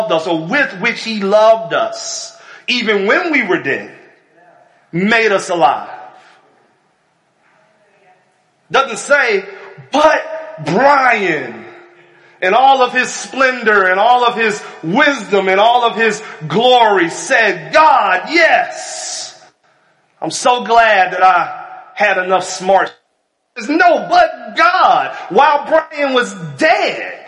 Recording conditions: large echoing room